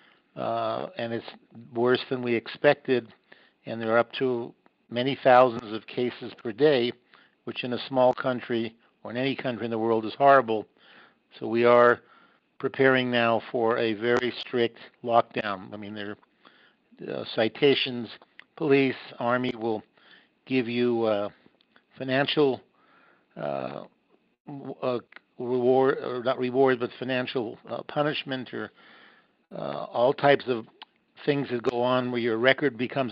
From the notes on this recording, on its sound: visit on the phone from Jerusalem